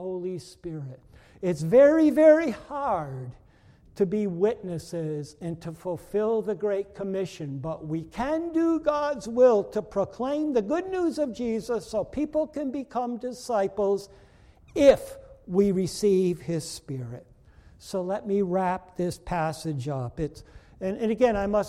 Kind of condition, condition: setting, large echoing room